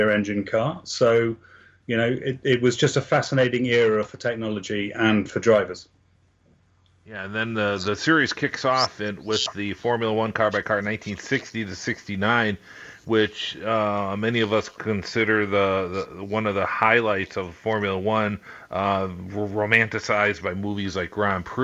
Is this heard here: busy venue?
no